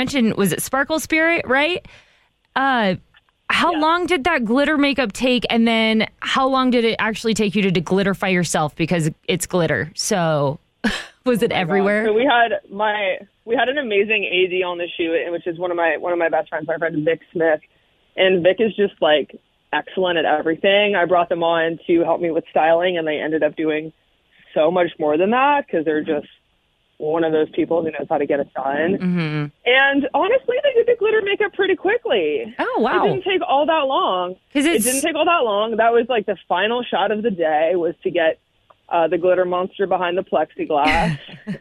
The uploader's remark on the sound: called in to chat